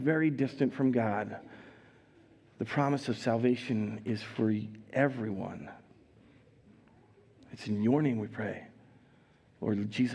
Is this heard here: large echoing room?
yes